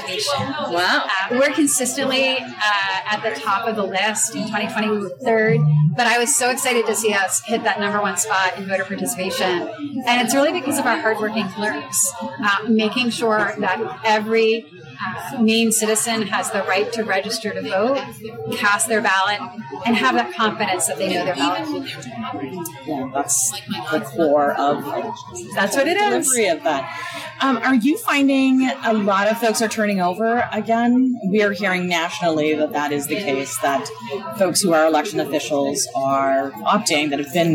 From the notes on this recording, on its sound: On the convention floor. The audio quality is not the best, and for this we apologize.